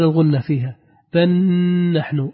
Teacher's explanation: فأظهر الغنة فيها بل نحن أظهر الغنة بمقدار حركتين